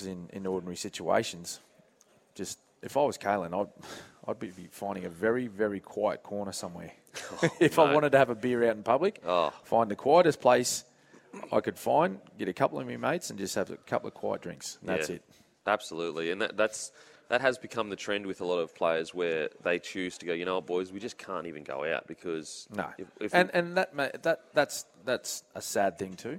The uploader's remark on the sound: The boys are live from the brand new Spitwater shop in Gold Coast!